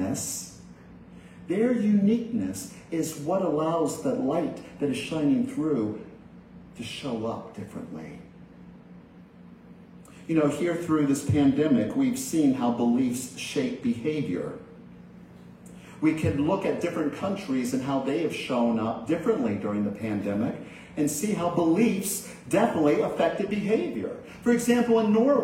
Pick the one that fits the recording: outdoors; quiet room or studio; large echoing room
large echoing room